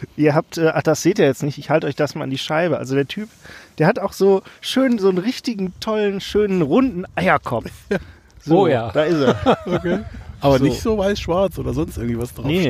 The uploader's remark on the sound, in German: Als Bonus Live auf Band: Spontane Donuts auf dem Asi-Parkplatz und eine neue Stimme am Mikrofon.